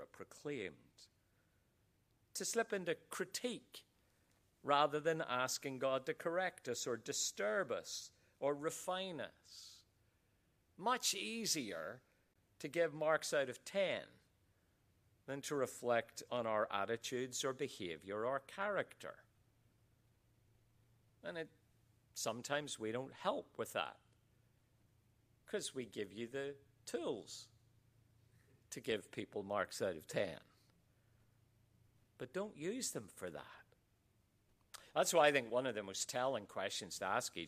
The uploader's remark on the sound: QTC Chapel Service. Queensland Theological College.